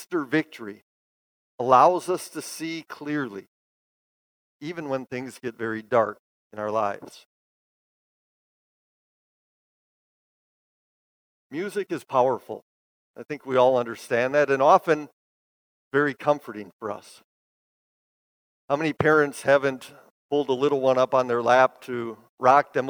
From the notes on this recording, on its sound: Bethany, Appleton, WI. Preached this sermon at Bethany's Sunday worship on May 1, 2022.